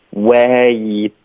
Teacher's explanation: 特的音我们就不发了，就这么省略了，导致一个干脆停顿